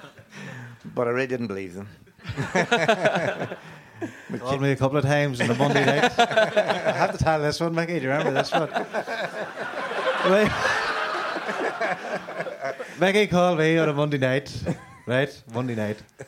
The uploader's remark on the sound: GAA Hour live in Tyrone